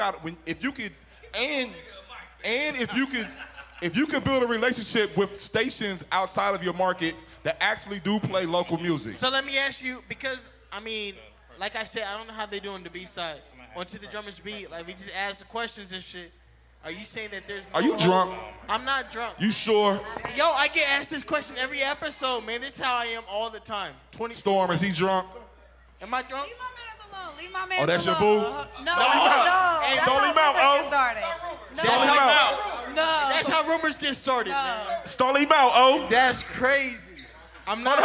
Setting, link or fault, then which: setting, busy venue